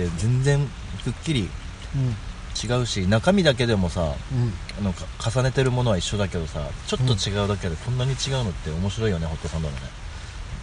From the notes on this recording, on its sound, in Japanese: 雨の中の朝食の模様を録音しました。